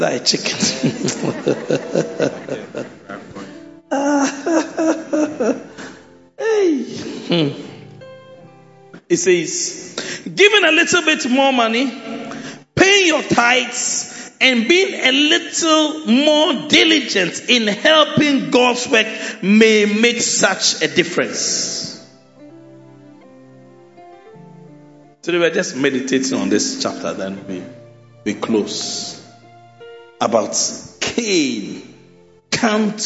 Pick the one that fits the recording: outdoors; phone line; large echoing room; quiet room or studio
large echoing room